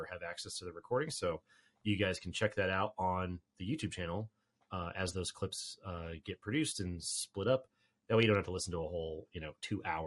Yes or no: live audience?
no